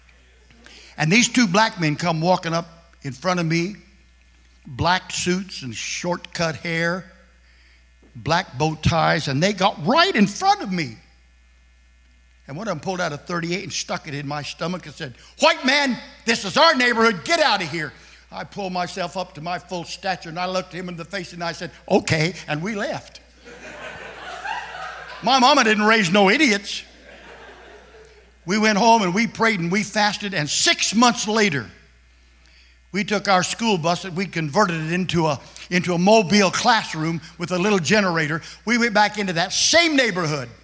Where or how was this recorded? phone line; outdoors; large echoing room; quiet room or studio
large echoing room